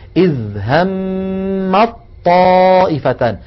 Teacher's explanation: يحولون التاء إلى طاء فيلتقي طاءان، الأولى ساكنة والثانية متحركة، فيدغمون الأولى في الثانية فيقولون إذ همت طائفتان. · Term: الإدغام